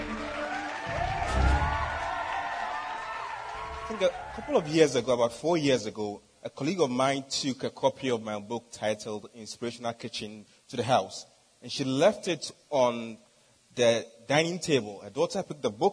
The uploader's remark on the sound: the speech I delivered at TEDxAccra